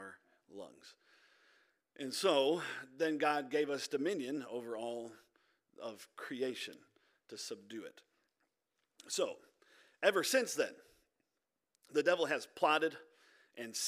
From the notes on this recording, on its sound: This audio is from our Wednesday Night Service